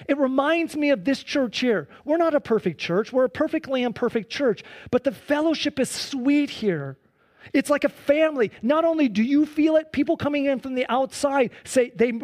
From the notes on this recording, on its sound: Sunday church service livestream